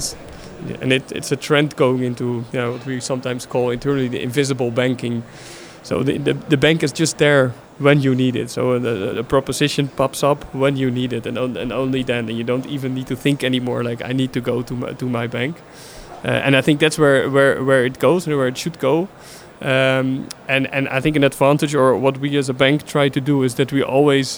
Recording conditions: busy venue